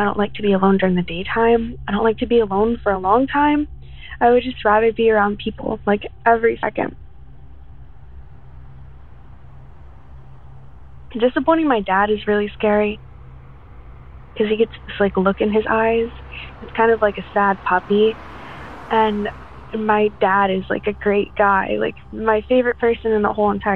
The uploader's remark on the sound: called in to us from Maryland